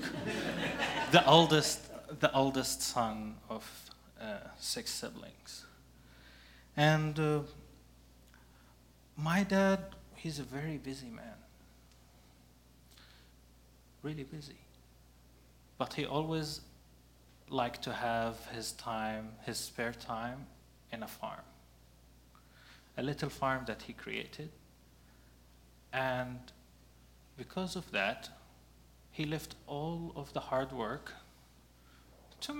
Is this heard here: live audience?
yes